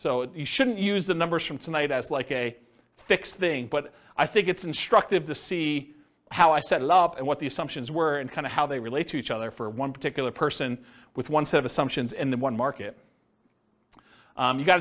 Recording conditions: live audience